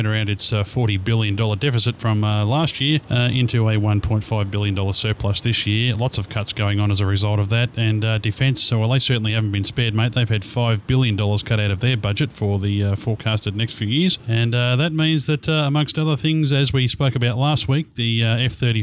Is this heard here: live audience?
no